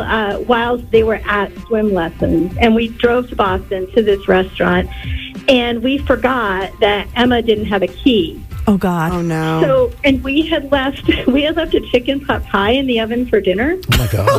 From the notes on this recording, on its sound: Morning MAGIC. Called.